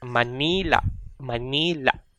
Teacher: So instead, we pronounce it Manila, Manila. So there's a glottal catch at the end